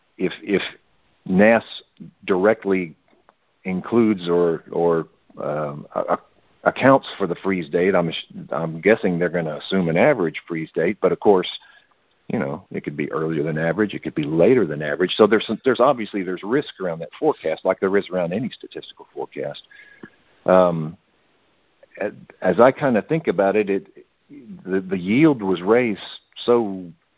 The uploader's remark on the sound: Monthly Conference Call